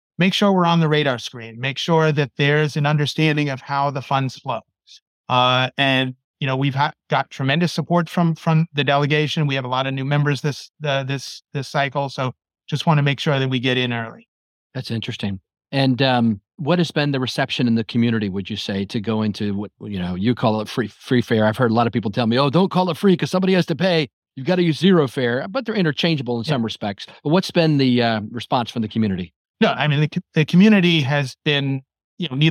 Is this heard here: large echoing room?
no